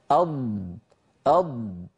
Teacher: الضاد متصفة بالجهر يعني يهتز الوتران الصوتيان عند النطق